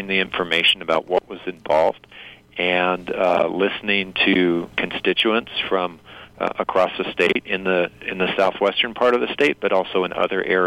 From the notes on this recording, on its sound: By audio link from Albuquerque, New Mexico. This short interview was conducted as a news service with one of New Mexico’s sitting senators, not as a campaign appearance.